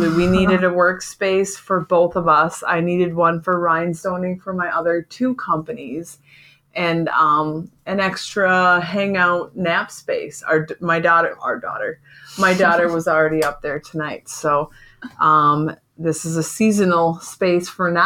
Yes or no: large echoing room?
no